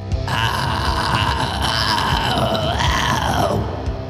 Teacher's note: You're straining, kind of sandpapering your vocal folds against each other · Term: raspy and gritty